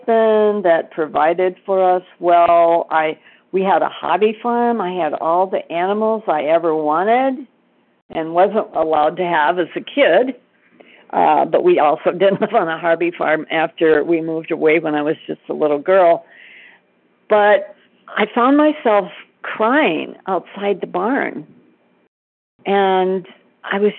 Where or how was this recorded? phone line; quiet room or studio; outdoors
phone line